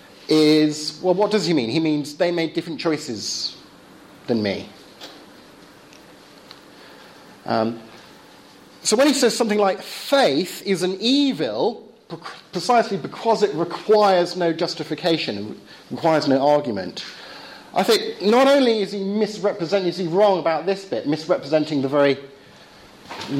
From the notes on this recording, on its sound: Lecture delivered at Belgrade University Philosophy Department, October 2011.